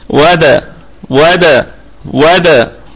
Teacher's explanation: تعود بالشفتين للخلف في الدال وتقلقلها · هذه الدال الساكنة لابد أن تسكن وتقلقل وتتخلص من الضمة · Term: قلقلة صغرى